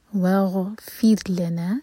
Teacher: آگے وغفر لنا، غین پر تھوڑا سا ٹائم دیں تاکہ غین پر جھٹکا نہ ہو. وغفر لنا، فیر را باریک ہوگا، لنا لا ایک حرکہ اور نا دو حرکہ لمبا